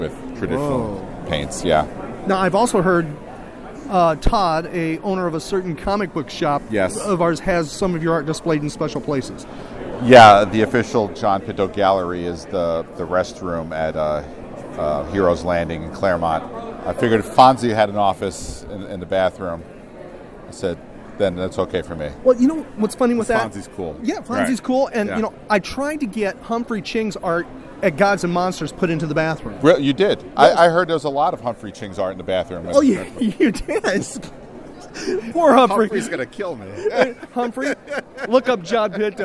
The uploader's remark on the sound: recorded at Fanboy Expo Lakeland.